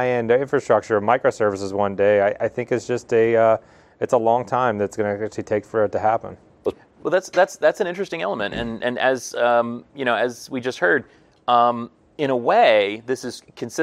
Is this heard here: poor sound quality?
no